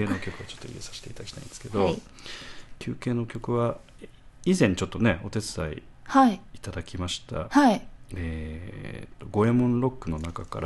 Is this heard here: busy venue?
no